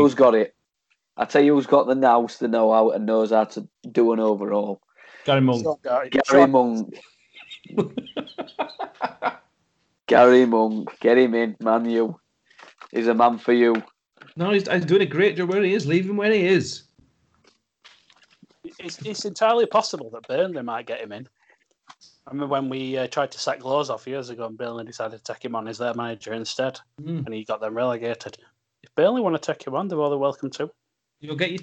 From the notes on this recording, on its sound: We are back recording remotely so apologies for any sound issues.